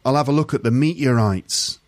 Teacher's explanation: Sometimes it's like the T just disappears completely, and other times it gets replaced by a sort of an sound.